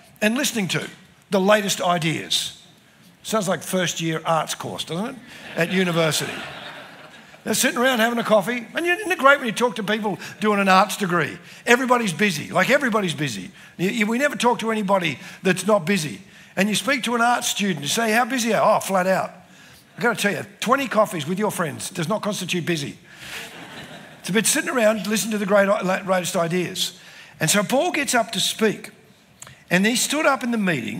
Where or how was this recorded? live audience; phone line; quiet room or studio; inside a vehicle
live audience